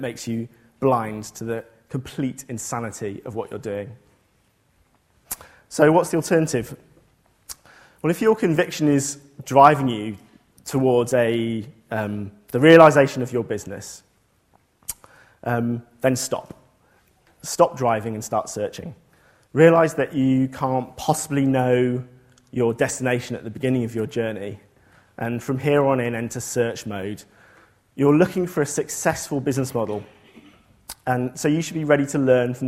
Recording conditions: large echoing room